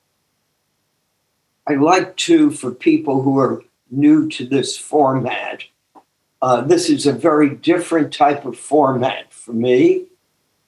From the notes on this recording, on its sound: took us on a zoom journey